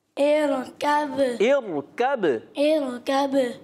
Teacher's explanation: ویسے پیارے بچوں اور مندی چینل کے ناظرین، را ساکن سے پہلے زیر آئے زیر اصلی آ جائے، را ساکن سے پہلے اگر زیر اصلی آ جائے تو را باریک ہوتی ہے. یہاں را ساکن سے پہلے زیر عارضی ہے، یہ کسرہ عارضی ہے، اس وجہ سے یہاں پر پر ہوگی